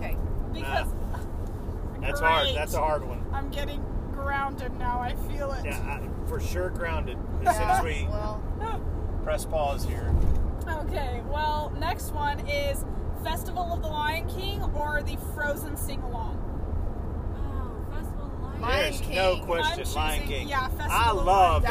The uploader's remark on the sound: While on a road trip! Due to being in a moving vehicle, audio issues may be evident.